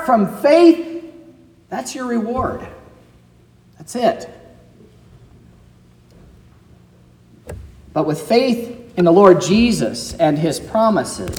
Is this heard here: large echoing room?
yes